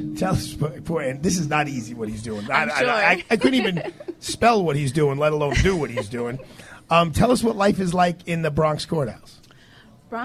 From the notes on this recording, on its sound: LIVE From Plaza College